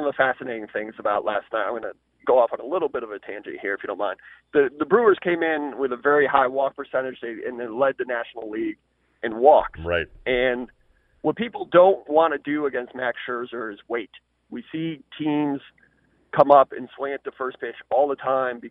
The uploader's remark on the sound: called